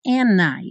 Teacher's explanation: aqui também não é comum pronunciar o D, você até poderia falar and I, mas é mais comum and I, já juntado N.